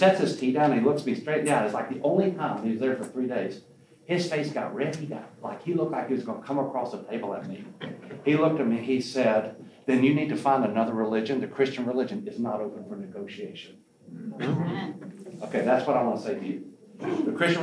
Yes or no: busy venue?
yes